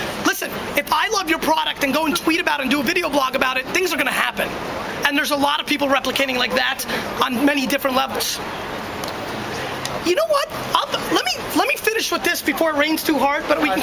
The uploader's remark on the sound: A 2008 NYC Street Keynote. Today’s episode is a classic keynote that I gave on the streets of NYC back in 2008.